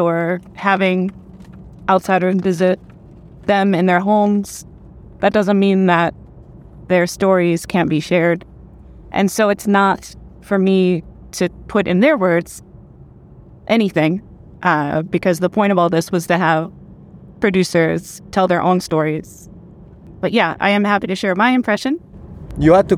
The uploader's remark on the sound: Final Car Conversation. On the drive back to Guadalajara.